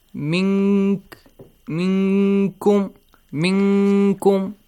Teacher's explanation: When you hide the sound noon, try to hide it in a way which comes kind of close to the letter kaf. It means you're hiding the sound of the noon, okay, or tanween. · Term: ikhfa